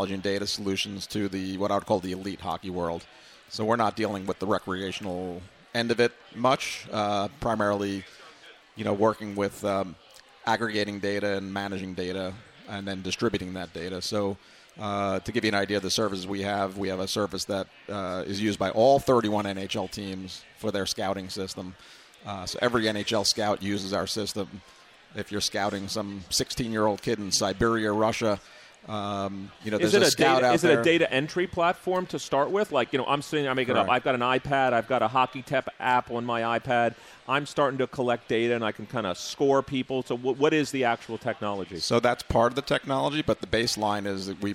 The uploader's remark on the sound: at the Wharton Sports Business Summit 2018